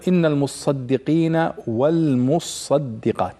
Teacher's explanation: أصل المصدقين المتصدقين، لكن التاء والصاد أدغمتا في بعضهما لقرب مخرجهما · Term: الإدغام